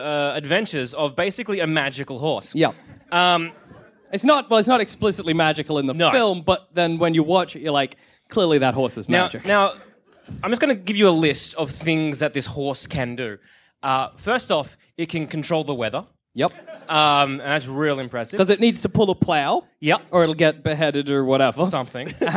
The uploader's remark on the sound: Recorded from The 2017 Sydney Comedy Festival with too many guests!